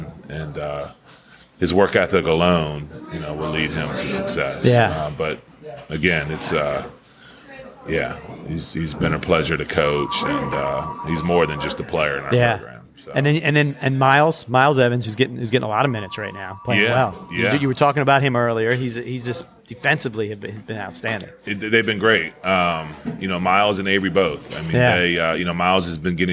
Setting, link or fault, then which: setting, busy venue